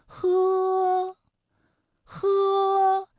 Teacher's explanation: 佛和喝啊发音的时候呢声带都不颤动，这一点很好判断，我们发音的时候摸一下自己的声带感受一下就行了。好，我们继续给大家带来一组变音的对比练习。